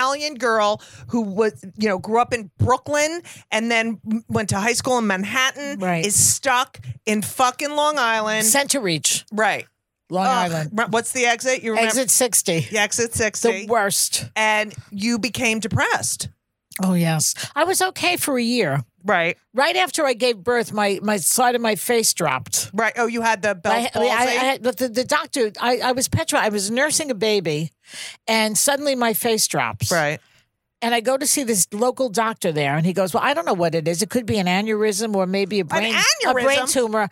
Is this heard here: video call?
no